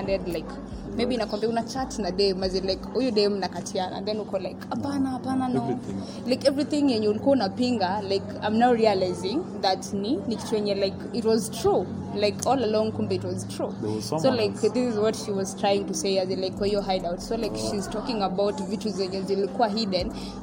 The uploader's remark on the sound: We sat down at the mall and decided to record this amazing 35th EP.